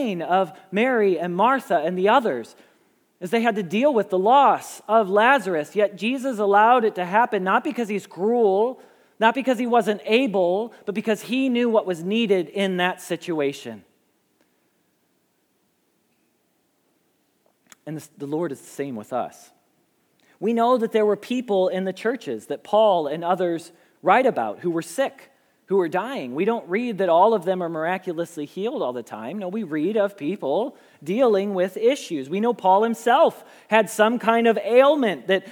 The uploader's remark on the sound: Message Preached at Valley Creek Church